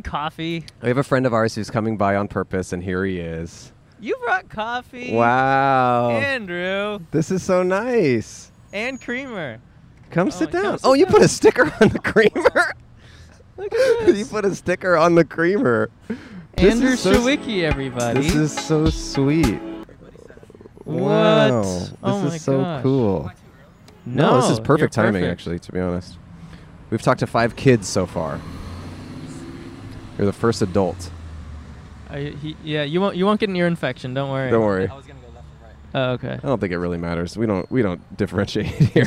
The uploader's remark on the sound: Recorded on Brand Blvd in Glendale, CA.